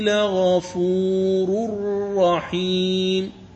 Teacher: راء مضمومة ثم راء مشددة لغفور رحيم، فتشددها دون غنة. إذن هذا يسمى بالإدغام الكامل، والإدغام الكامل لا غنة فيه.